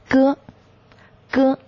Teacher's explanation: 我们的舌面的后部要隆起，抵住硬腭和软腭交界处形成阻塞。这个时候软腭是上升的，关闭了我们的鼻腔通路。气流在形成阻碍之后，突然发出一支声音，咯，咯。但是我们要注意，在我们发音的过程中，这个咯是不送气的啊。送气和不送气，关于这个区别呢，它只是一个说法。比如说，呃，我们每一个音的发出来没有气，肯定是发不出这个声音的。需要有气，只是说这个气是很自然的一个过